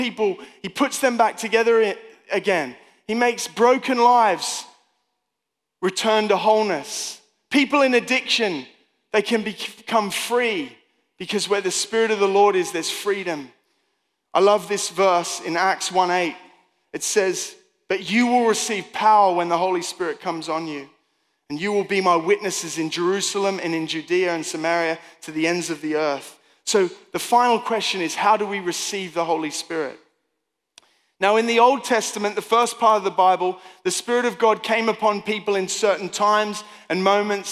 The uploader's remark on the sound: Recorded live in Stafford at Dreaming the Impossible 2023.